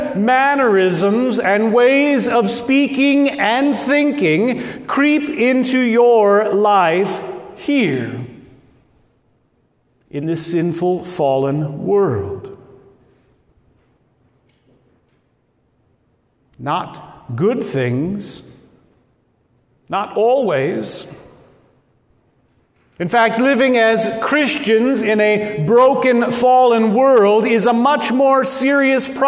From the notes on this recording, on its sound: at Good Shepherd Lutheran Church Lincoln Nebraska